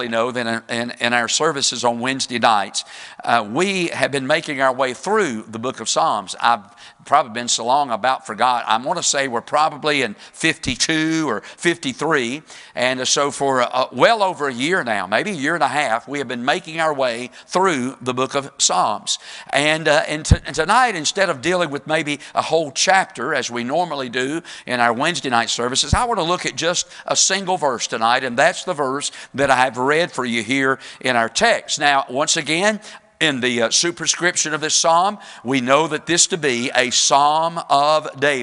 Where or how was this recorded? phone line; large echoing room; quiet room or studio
large echoing room